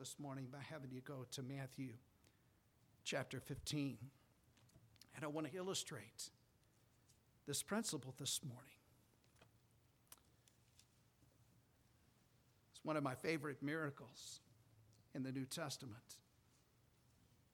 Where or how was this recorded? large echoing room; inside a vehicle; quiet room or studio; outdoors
large echoing room